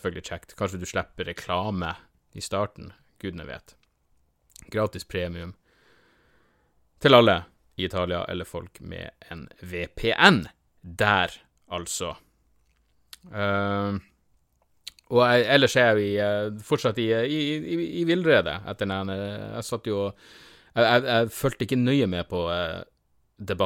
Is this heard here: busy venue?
no